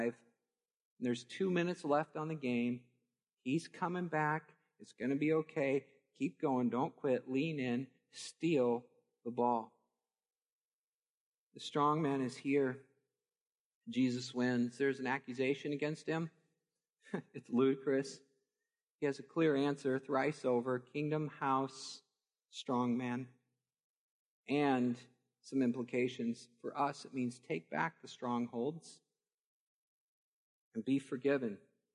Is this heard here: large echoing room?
yes